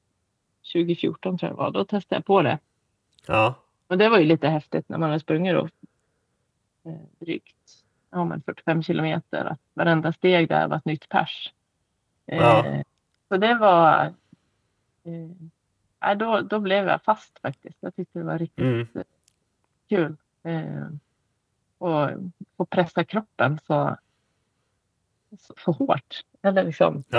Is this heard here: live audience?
no